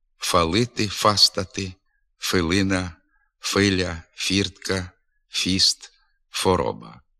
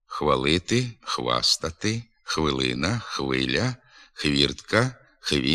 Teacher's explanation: У діалектному мовленні, правда, значно рідше, спостерігається і зворотне явище. Усталене звукосполучення «хв» вимовляється як один звук «ф». · Shown in: first take · Така вимова також є порушенням літературних норм. Звукосполучення «хв», що на письмі передається буквами «х» і «в», треба зберігати і в вимові.